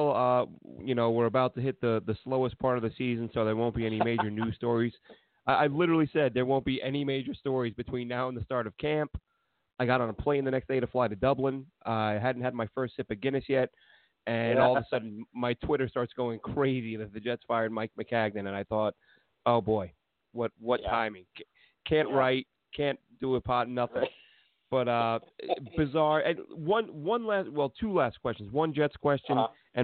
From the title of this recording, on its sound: Call